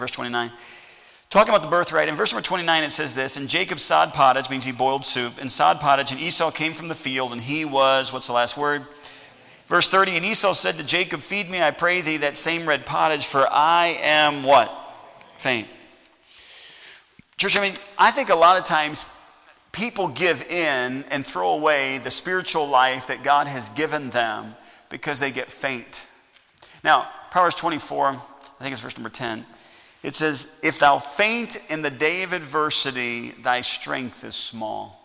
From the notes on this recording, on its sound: Message preached at Heritage Baptist Church, Lawrence Ks.